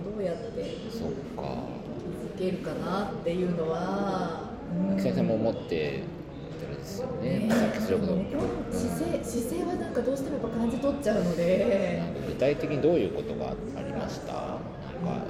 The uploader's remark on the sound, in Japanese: 2022年9月に開催した旧国立駅舎での1週間イベントでの公開ラジオ収録のアーカイブ配信です。